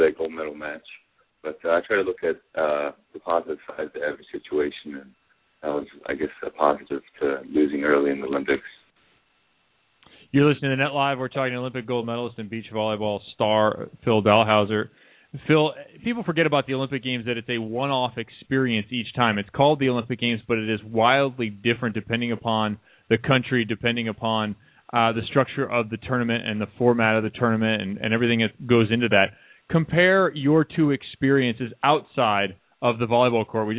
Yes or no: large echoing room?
no